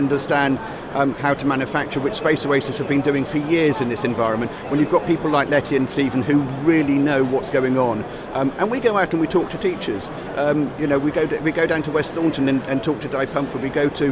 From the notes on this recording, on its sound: Live shows from the show-floor at BETT2018. Learniture At BETT2018.